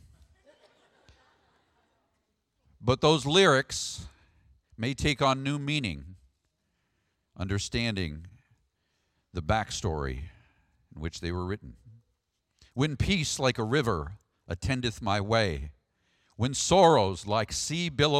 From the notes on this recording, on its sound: Sermon audio from the March 3rd, worship service.